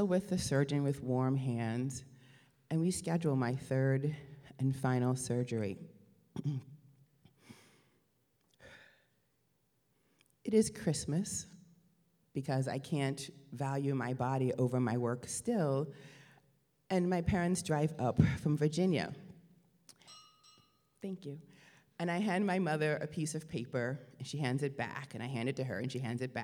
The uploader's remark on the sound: New England Public Radio and the Academy of Music Theatre collaborated to present four live Story Slam events at Hinge in Northampton, MA in 2014-15.